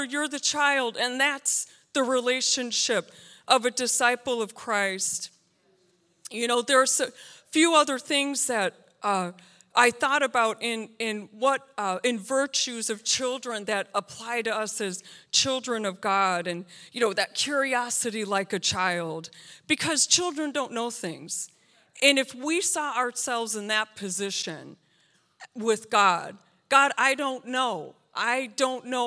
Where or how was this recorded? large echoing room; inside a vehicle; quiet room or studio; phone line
large echoing room